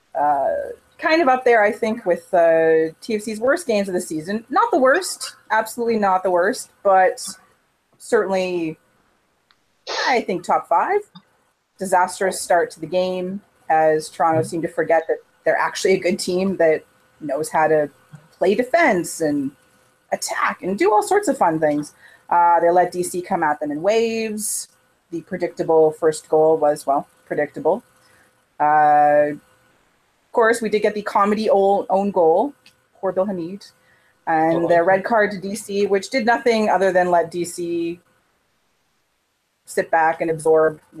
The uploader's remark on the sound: The gang is all here but separately as they record from their personal abodes.